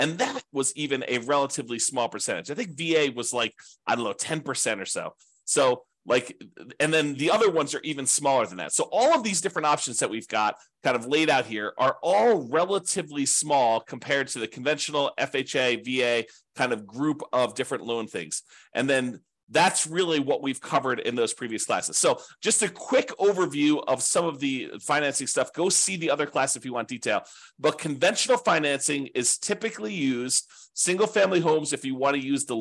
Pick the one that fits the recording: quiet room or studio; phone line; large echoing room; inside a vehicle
quiet room or studio